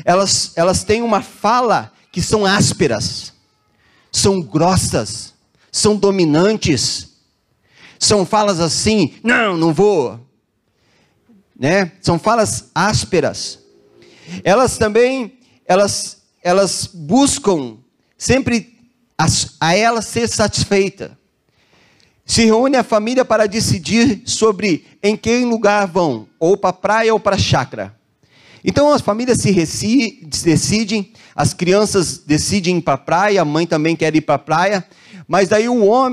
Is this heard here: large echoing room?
yes